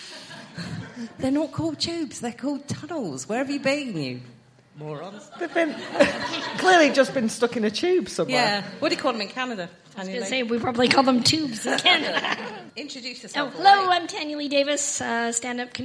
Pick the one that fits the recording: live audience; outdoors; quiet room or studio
live audience